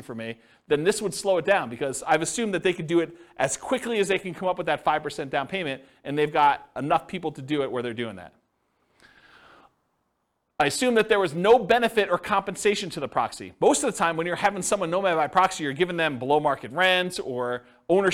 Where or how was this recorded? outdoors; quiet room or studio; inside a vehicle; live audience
live audience